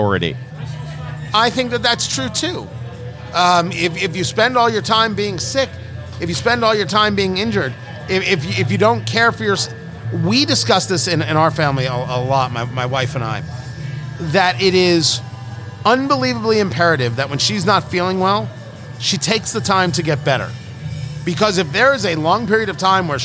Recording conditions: busy venue